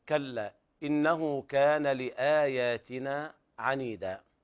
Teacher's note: إنه هنا حرف أغن مشدد يغني مقدار حركتين